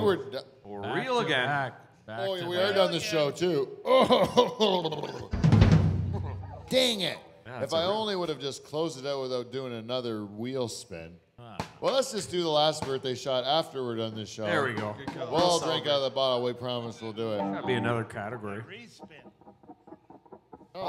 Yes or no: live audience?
yes